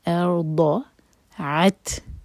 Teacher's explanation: عین حلق سے اور تا پر سکون ہے تو اس پر حمز کی جائے گی، یعنی کہ ہم سانس جاری رکھیں گے